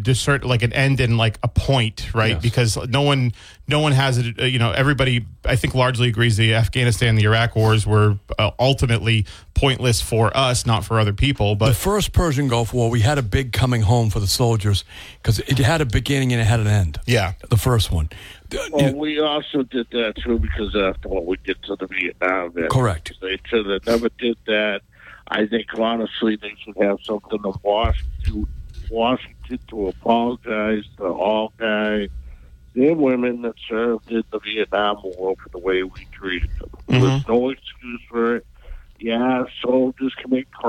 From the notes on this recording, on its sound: Taking calls on local topics.